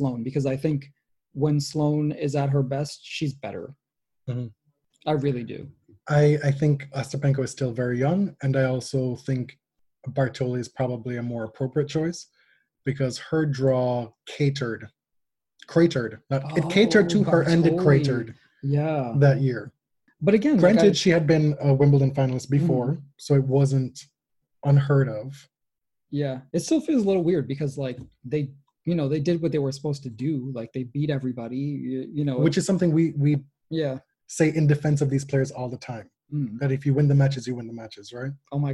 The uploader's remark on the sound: This week, we attempted our very first live show on Zoom. Contributed to the live chat, and submitted questions.